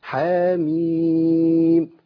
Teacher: عندي حا هتمد حركتين بس، تبقى حا وميم هتمد ست حركات · يبقى نقرأها كده حاميم. يبقى الحاء الأولى تمد حركتين والميم تمد إيه؟ ست حركات · Term: المد اللازم الحرفي المخفف